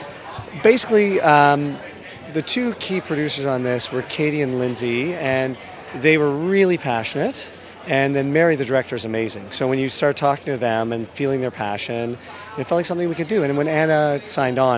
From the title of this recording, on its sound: Live from TIFF Red Carpet Premiere